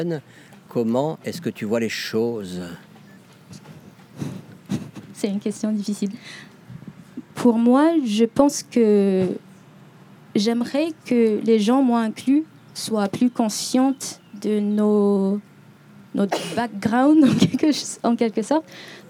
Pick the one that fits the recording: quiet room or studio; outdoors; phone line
outdoors